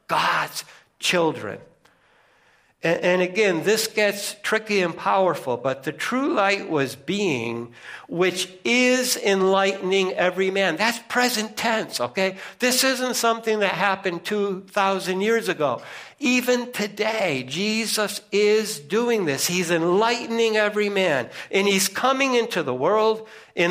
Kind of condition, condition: setting, large echoing room